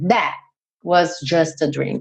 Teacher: Esse T do that, do final, você quase não escuta. Ele dá uma cortada mesmo